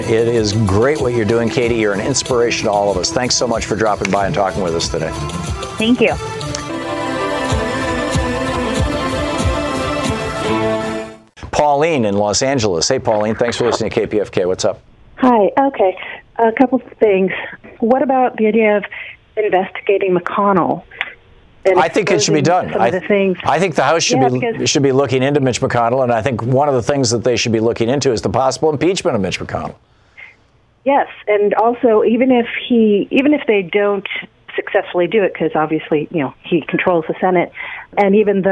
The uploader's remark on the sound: Phones in for a national Town Hall answering listener questions.